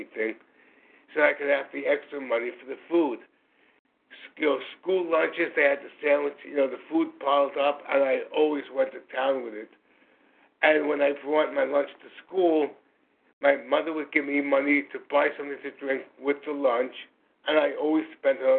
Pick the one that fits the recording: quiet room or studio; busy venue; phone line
phone line